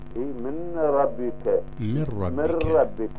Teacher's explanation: عند إدغام النون الساكنة في الراء تنقلب إلى راء